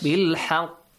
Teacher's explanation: When you stop here, qalqala. Bounce the sound. Yes. Echo the sound.